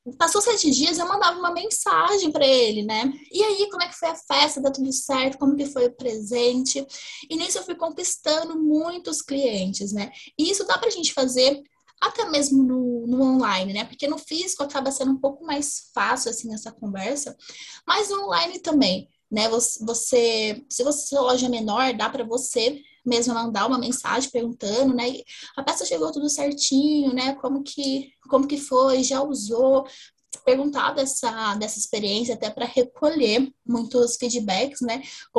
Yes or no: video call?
yes